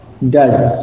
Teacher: Jadi mengucapkan dan itu tidak murni s, gitu, bukan das, ya, dalam ucapan bahasa Inggris ya, sesuai dengan ucapan bahasa Inggrisnya, ya, itu mengucapkan das itu tidak s secara murni, tapi ada apa kemiripan atau ada hampir menyamai dengan z, ada bunyi z-nya dan gitu ya.